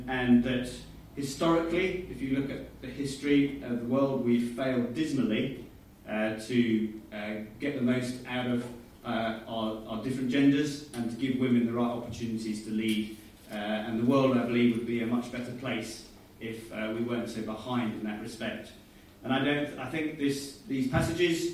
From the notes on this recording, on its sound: Sound quality below normal, was recorded from alternative source.